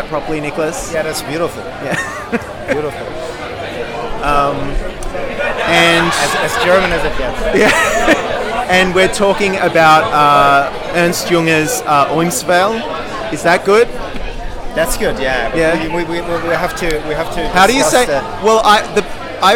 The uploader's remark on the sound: Recording on location from the smoke-wreathed vista at Siglo in Melbourne